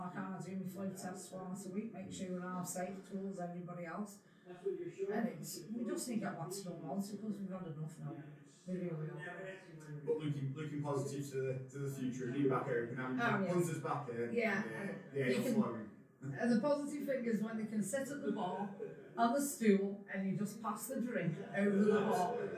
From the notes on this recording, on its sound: We call in to The Bellringer, a community pub, set in the heart of Eaton Park.